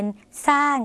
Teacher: ในภาษาลาวเราไม่มีเสียงชอช้างค่ะเราก็จะเปลี่ยนเป็นซ่อสร้าง